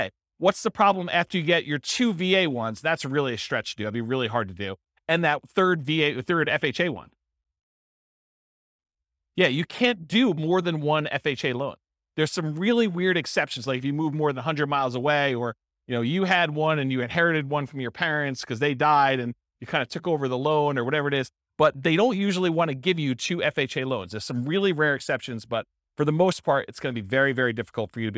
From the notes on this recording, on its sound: This was a live class recorded